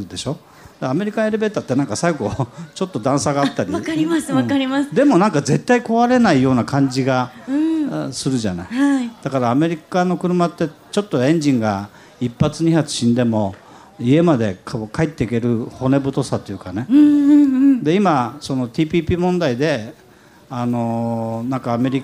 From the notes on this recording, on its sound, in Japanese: 今週は「ル・ボランカーズミート2014」で行われた公開録音の模様をお届けします！